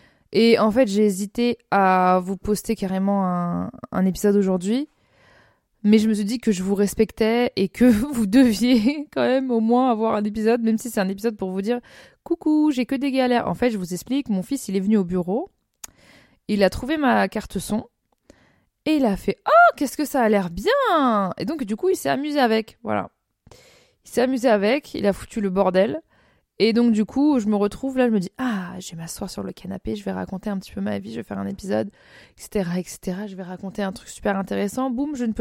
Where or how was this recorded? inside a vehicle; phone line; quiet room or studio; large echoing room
quiet room or studio